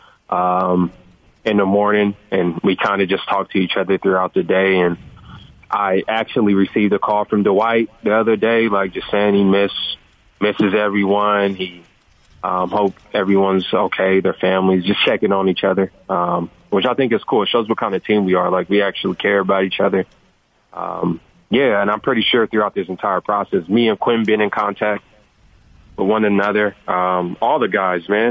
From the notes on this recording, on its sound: called